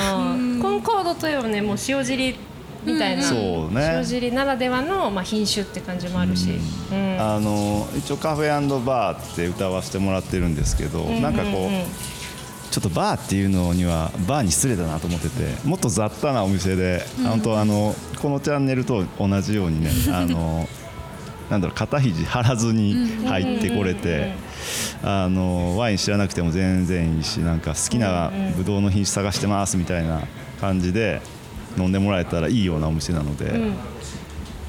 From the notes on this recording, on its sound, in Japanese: 塩尻ワイン専門カフェ＆バー「アイマニSHIOJIRI」さんにインタビュー！営業中のお店の窓際席をお借りしての収録。昼間からワインを楽しむお客さんで賑わうお店の雰囲気と共に。